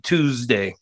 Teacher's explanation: Well, it has to be, the S has to be pronounced like a Z. It's got to be Tuesday.